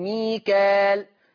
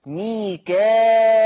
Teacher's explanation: أما ورش، أما ورش يقرأ ميكائل، فيقرأ ورش بالهمزة، بهمزة مكسورة بعد الألف المادية · Shown in: second take · لما يجي همزة بعد الألف فيقرأ ورش بهمزة مكسورة بعد الألف المادية، فتصير مد متصل.